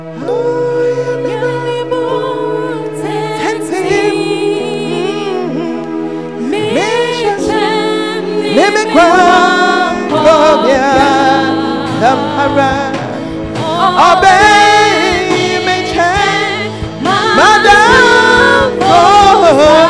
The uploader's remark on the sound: Preached at First Love Center; Ayeduase